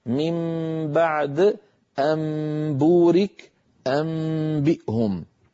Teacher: قلب النون الساكنة أو التنوين عند الباء ميما مخفاة بغنة، بغنة يعني بغنة مطولة، نحو من بعد أنبورك أنبئهم. · Term: القلب